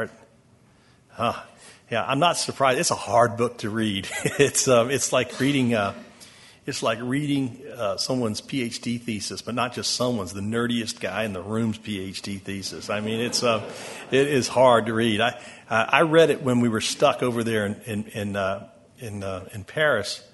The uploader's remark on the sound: Closing Keynote. Conference Audio.